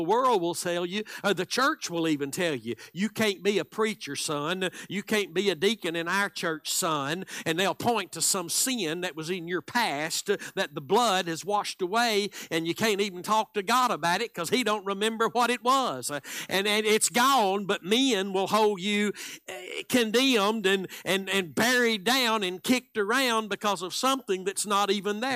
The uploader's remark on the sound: Live Wednesday Evening Service